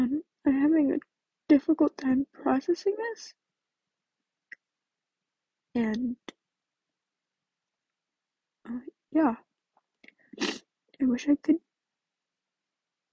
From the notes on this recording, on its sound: i think i am whispering and thats why i sound so quiet?